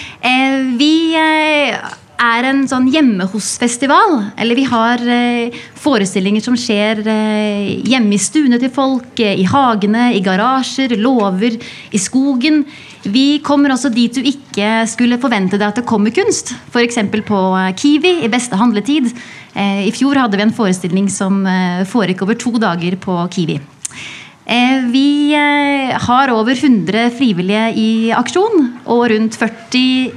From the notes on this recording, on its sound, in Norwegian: Samtalen foregikk under programslippet i Vestby